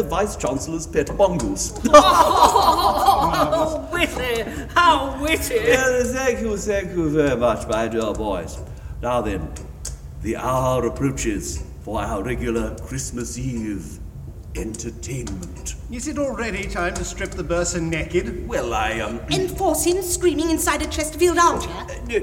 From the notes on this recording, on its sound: Recorded live before an audience at Colchester Arts Centre on 20th December 2023.